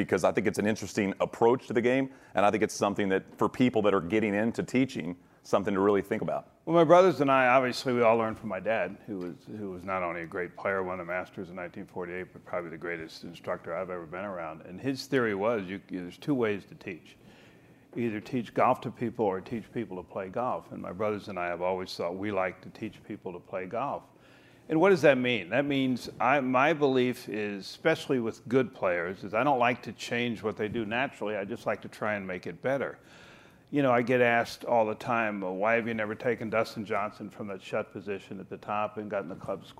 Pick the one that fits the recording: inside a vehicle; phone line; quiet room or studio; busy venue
busy venue